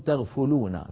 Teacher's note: لو تغفلون، يعني لعلها كلمة قليلة الاستعمال، بالعامي ممكن هقول تغفلون، نستسهل الفتح، لكن الفعل غفل يغفل، غفل يغفل وأنتم تغفلون، فهو مضارع مرفوع بالواو بثبوت النون لأنه من الأفعال الخمسة كما هو معلوم في علم النحو. لو تغفلون بضم الفاء وليس تغفلون بفتح الفاء، فلينتبه إلى ذلك.